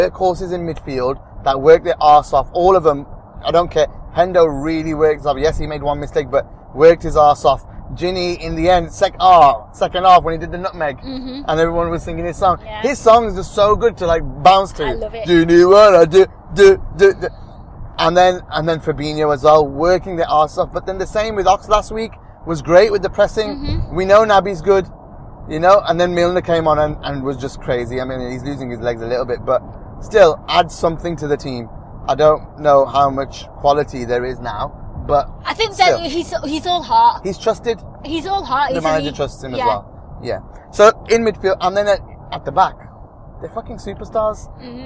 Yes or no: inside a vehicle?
yes